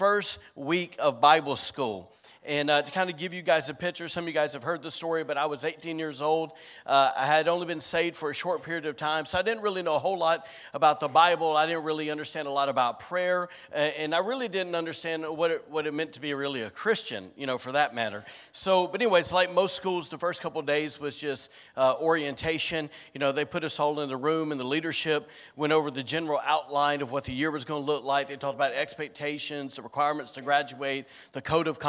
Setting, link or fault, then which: setting, large echoing room